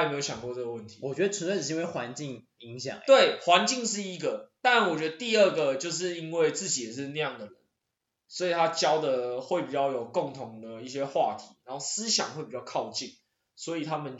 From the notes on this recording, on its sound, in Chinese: 因為還在各種嘗試錄音方式，音質可能會有落差。